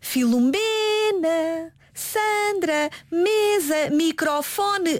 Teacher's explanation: O seu acento tónico está na penúltima sílaba. · Term: palavra grave